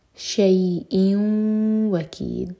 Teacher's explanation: حمزہ کی تنوین کے بعد واو تو ادغام غنہ کے ساتھ، تو ناک میں آواز لے جائیں گے